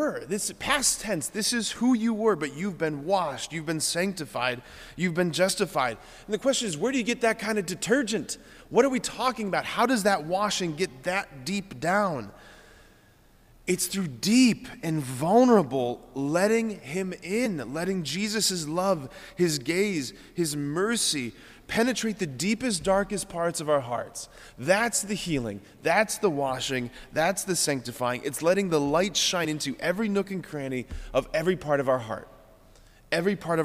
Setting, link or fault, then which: setting, large echoing room